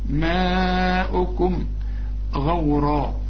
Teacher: ده مد واجب بقى، المد والهمزة في كلمة واحدة، ماؤكم غورا، الغين مفخمة، الراء كمان مفخمة